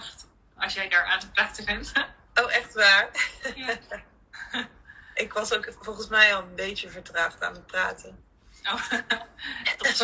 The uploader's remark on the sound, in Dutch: opname van Instalive